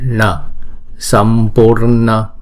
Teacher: n này uốn cong lưỡi lại